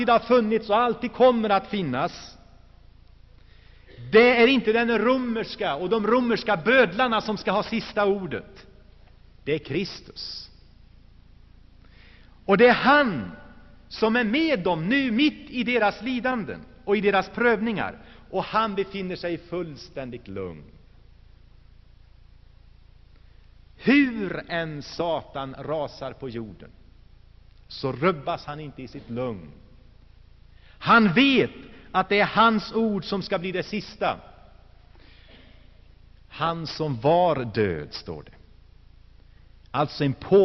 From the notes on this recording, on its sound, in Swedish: Inspelad i Saronkyrkan, Gšteborg.